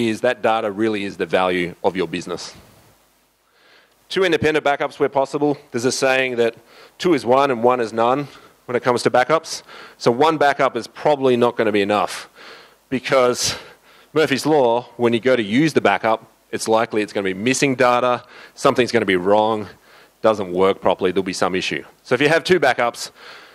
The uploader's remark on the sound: The guys at the summit recorded full audio and video of all presentations. The guys at the summit recorded full audio and video of all presentations so I figured this would make a great podcast episode.